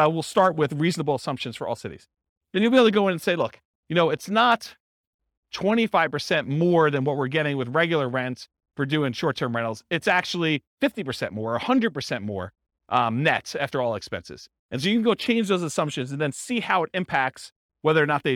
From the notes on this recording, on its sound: This was a live class recorded